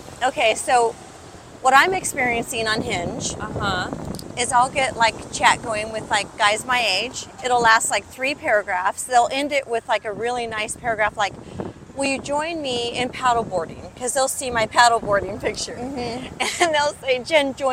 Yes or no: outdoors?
yes